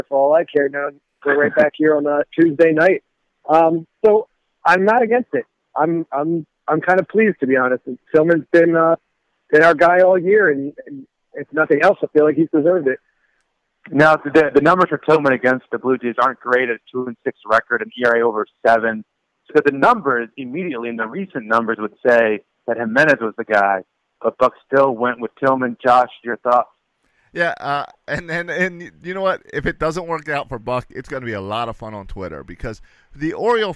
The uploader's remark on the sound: take to the phone